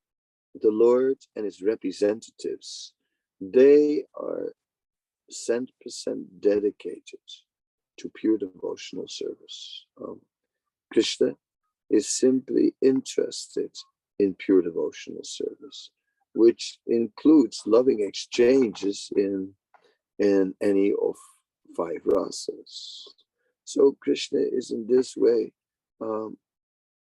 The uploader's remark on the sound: Zoom Meeting